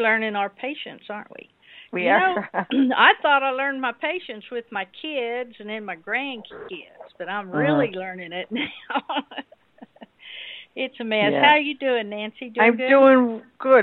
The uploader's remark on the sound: TNT Dinar Conference Call. Below is what happens on the open mic TNT conference call. We have thousands of listeners connected. Audio checks.